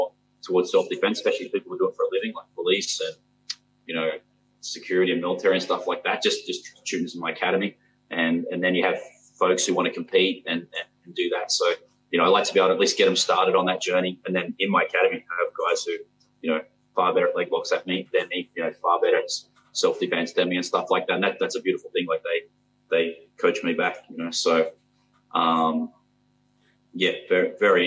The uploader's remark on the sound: An audio only podcast, due to technical difficulties. The audio isn’t ideal.